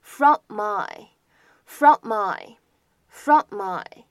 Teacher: 当 from 和 my 出现在一起，你可以做一个连读，或者我们说只发一个鼻音都可以